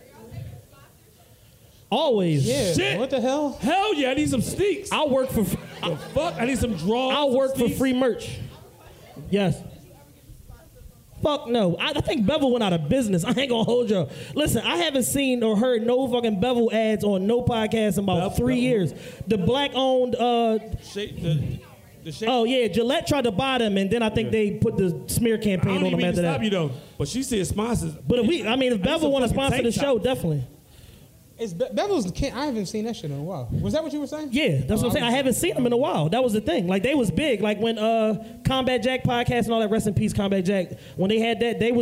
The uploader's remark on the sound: A LIVE SHOW!